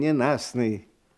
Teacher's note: В слове «ненастный» «т» не произносится · Term: непроизносимые согласные